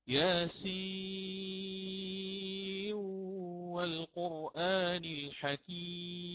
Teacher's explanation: ثم عندنا كذلك يدغم الإمام ورش إدغاما صغيرا حرف النون في الواو من موضع سورة ياسين، وهذا الذي سألت عنه الأخت الآن، فيقرأ وصلا ياسين والقرآن الحكيم، يقرأها بالإدغام ياسين والقرآن الحكيم، هكذا.